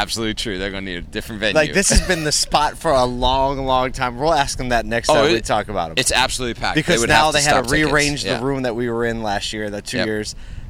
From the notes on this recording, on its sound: LIVE at the NAMAD Conference in Miami. Live on the ground in Miami Florida for the annual NAMAD Members Meeting.